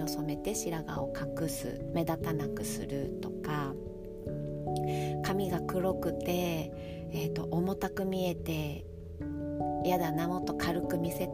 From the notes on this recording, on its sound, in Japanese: いつもの河川敷で録音しております。